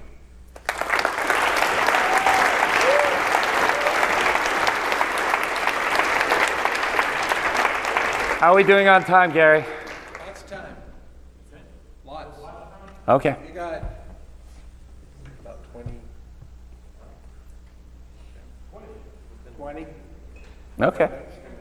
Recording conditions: live audience